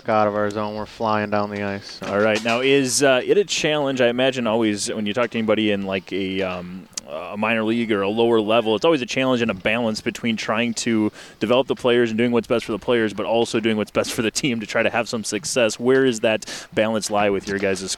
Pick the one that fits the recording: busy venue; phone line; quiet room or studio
busy venue